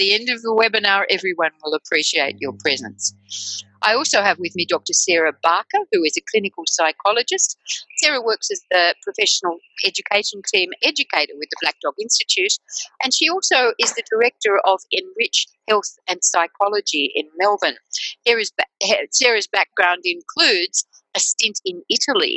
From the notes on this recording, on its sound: In this podcast, based on a recent webinar, our panel will focus.